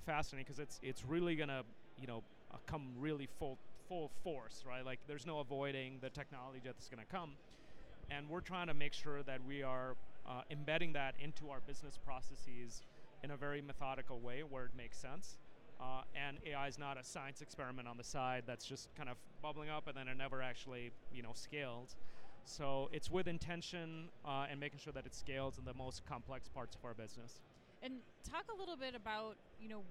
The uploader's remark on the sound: Live From Manifest 2024. Direct from the show floor.